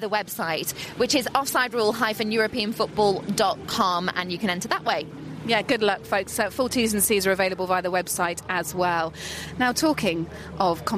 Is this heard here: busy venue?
yes